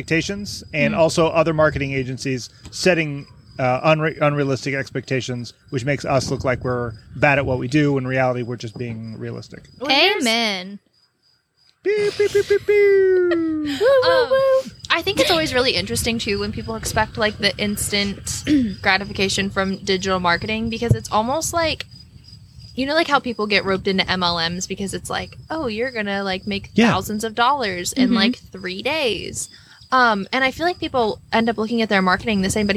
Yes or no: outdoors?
yes